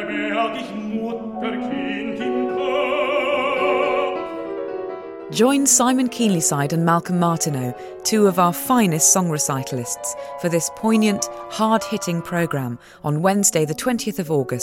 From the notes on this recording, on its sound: Queen's Hall recital at the 2014 Edinburgh International Festival